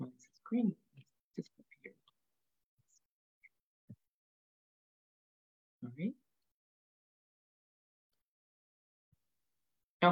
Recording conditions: video call